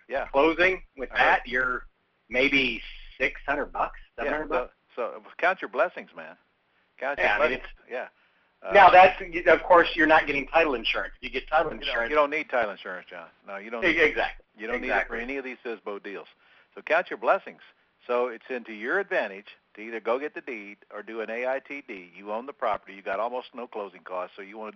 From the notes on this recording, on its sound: Q&A Call